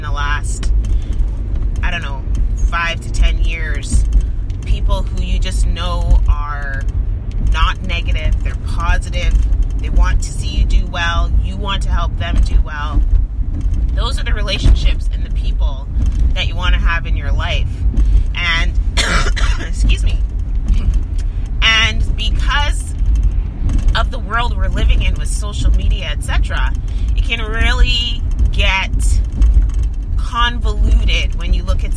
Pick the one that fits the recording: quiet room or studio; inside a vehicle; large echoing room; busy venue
inside a vehicle